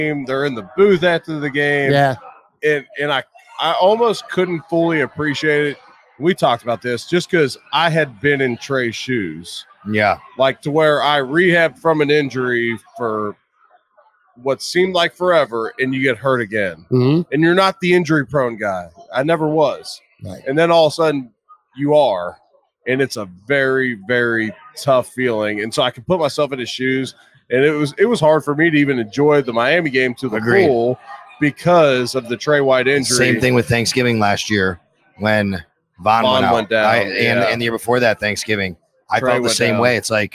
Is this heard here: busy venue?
yes